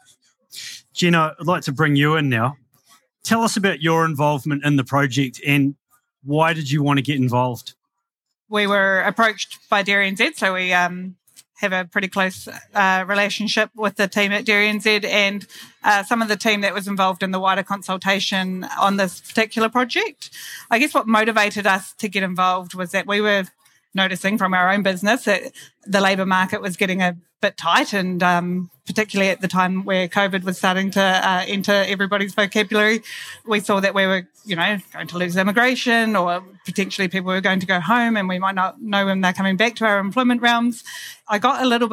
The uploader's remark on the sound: Live from Fieldays